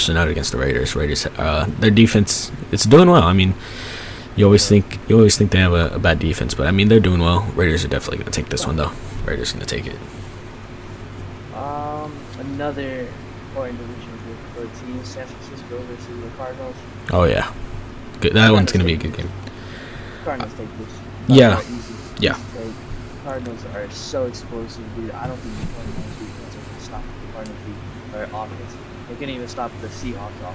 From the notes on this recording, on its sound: We apologize for the sound quality, we will work to improve this in our upcoming episodes.